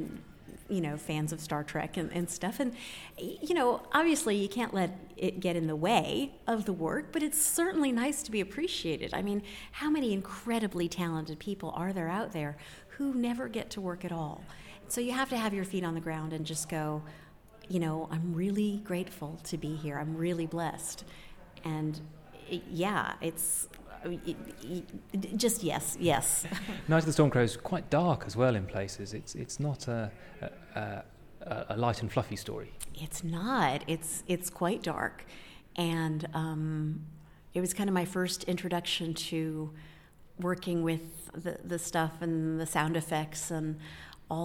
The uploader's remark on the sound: Interviews we recorded at Big Finish Day 3. Interviews we recorded at Big Finish Day 3.